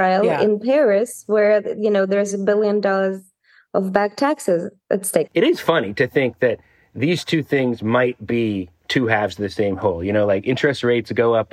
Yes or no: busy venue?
no